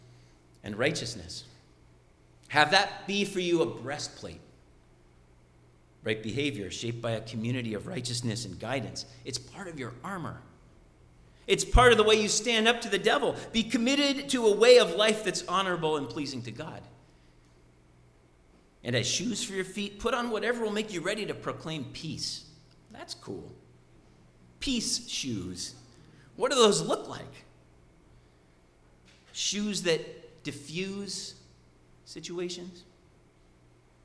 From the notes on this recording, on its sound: Sermon preached at RCHP